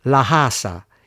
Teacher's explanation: riconoscibile soprattutto per la cosiddetta gorgia, cioè l'aspirazione di alcune consonanti, in particolare la C iniziale.